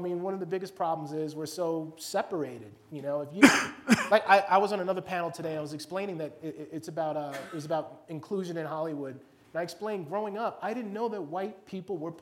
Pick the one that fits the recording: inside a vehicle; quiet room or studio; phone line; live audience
live audience